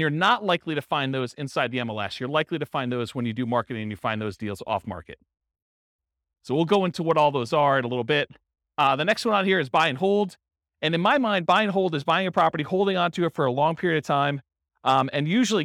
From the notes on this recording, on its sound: This was a live class recorded